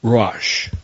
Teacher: The Hebrew word is called Ruach. And Ruach is kind of a breathy sound